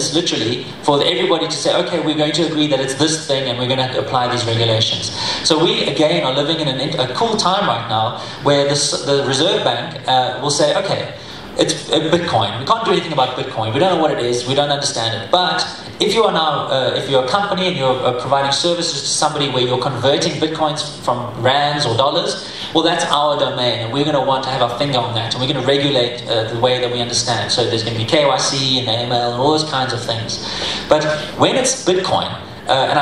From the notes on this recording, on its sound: speaking at the first Steemit Saturday conference in Johannesburg, South Africa - October 2016